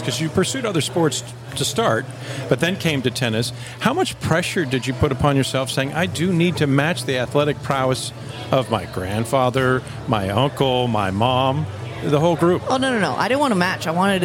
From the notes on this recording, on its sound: After the Waikiki 株塾 Cup, a three-day tennis event held in Waikiki, Hawaii. This interview was recorded in the lobby of the Outrigger Reef.